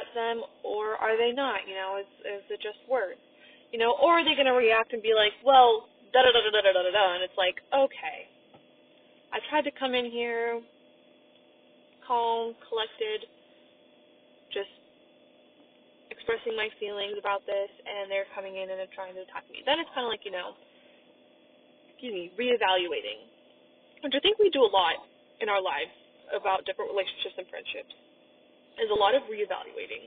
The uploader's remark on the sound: I also apologize for the audio quality.